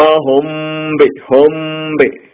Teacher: ഉന്നത്ത് ഇതാകുന്ന മീമിനെ മീമിലേക്ക് ചേർത്ത് നമുക്ക് പാരായണം ചെയ്യാം മണിച്ച് പാരായണം ചെയ്യാം ബാണ് വരുന്നെങ്കിൽ മീമിനെ അതായത് മറച്ച് പാരായണം ചെയ്യാം · Term: ഇഹ്ഫ